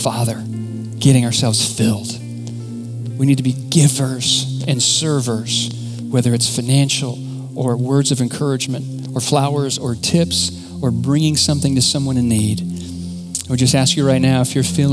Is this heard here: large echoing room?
yes